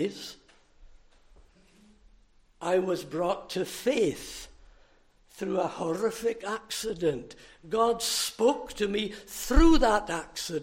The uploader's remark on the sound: recorded at North Harris Free Church on the morning of Sunday, 29 July 2023